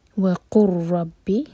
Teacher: لام کو پرناؤنس نہیں کیا جائے گا، قاف کو را سے جوڑیں گے